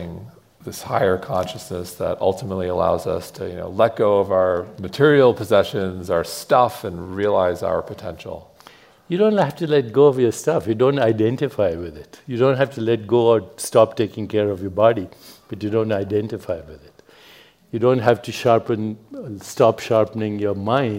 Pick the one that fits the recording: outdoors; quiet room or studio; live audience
live audience